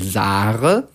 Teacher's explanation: Da gibt es dann noch das G, das im Kölschen zu einem R wird.